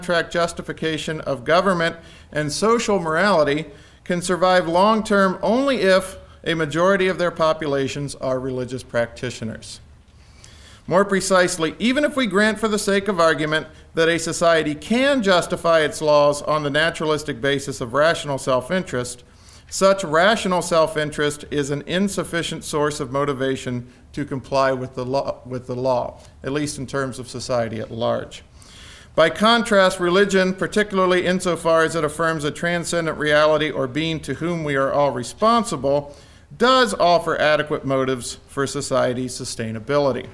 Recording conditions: large echoing room